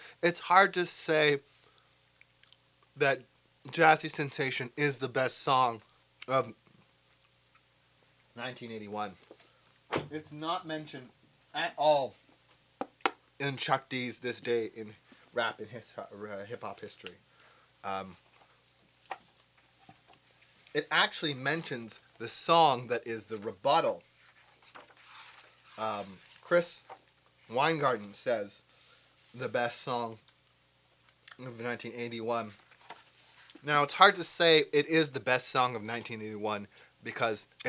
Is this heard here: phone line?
no